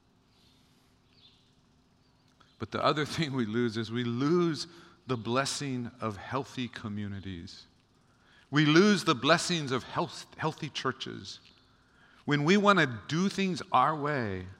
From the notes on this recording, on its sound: Recorded on January 6, 2024 at Waialae Baptist Church.